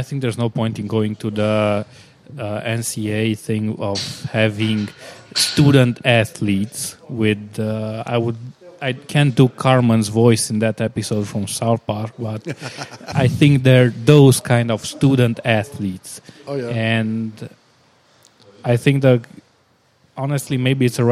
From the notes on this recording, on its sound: a new episode recorded at Crusaders Gym